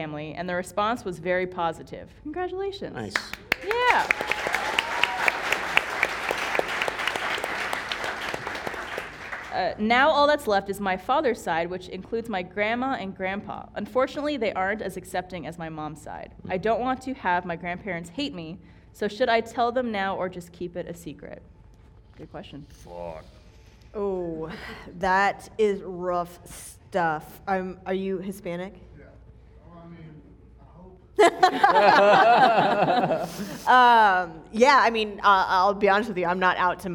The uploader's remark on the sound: Filmed in front of a live audience!